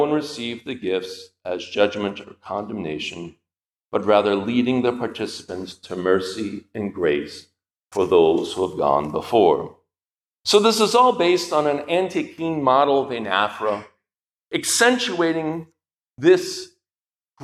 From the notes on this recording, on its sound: This lecture was given at the Catholic University of America on May 16, 2023 as part of the Thomistic Institute symposium titled "Toward a Fundamental Theology of the Priesthood."